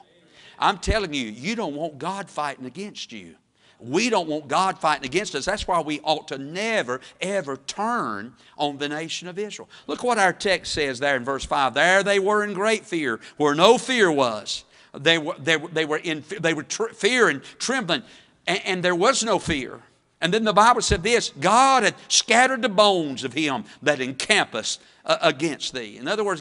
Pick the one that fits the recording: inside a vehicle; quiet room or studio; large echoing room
large echoing room